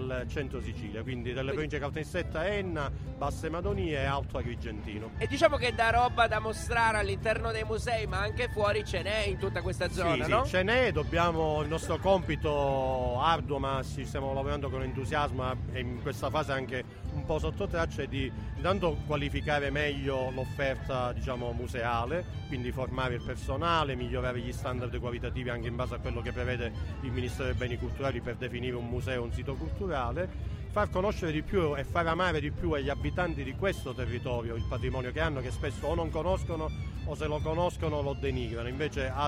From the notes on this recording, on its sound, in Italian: Il secondo live dal Corso Umberto I di Caltanissetta